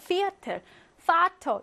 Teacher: 자, 넘어가서 파우예요. 파우는 단어 처음이나 단어의 끝에 있으면, 맨 앞이나 맨 뒤에 있으면, 프, F처럼 프로 발음해요.